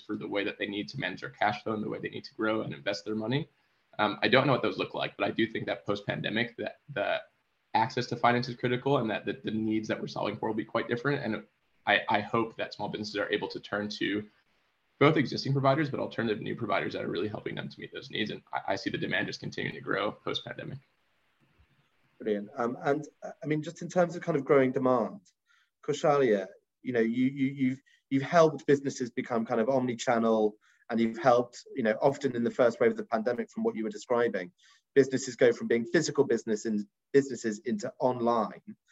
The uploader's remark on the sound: On a recent Global Counsel event. This is a recording of one of our digital events.